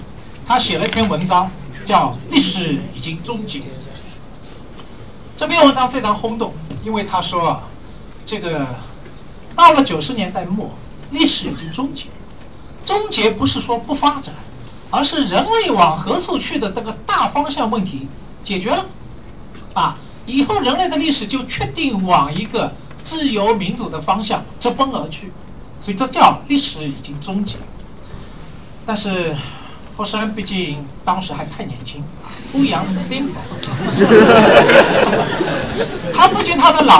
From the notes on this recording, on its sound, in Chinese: 这场年末讲座。更让现场听讲者云集。面对网上和现场的提问。